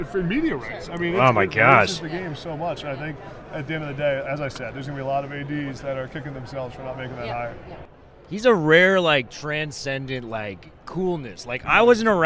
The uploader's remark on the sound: Live From Super Bowl Radio Row